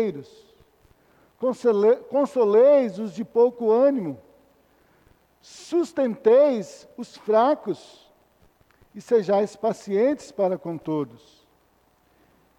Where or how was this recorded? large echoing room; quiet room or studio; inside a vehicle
large echoing room